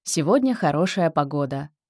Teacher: Ровно или с легким понижением в конце.